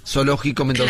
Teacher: Básicamente la S, la C y la Z suenan todas como S. · Term: ceseo